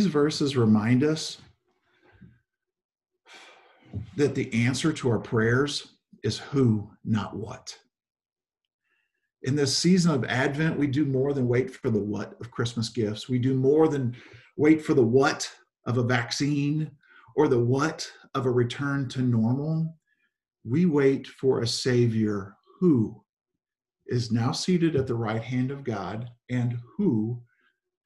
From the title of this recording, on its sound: Zoom Sunday 11/29/20 (Audio)